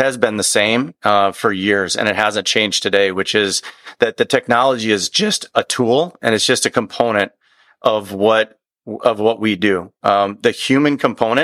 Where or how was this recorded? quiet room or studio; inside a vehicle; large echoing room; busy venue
quiet room or studio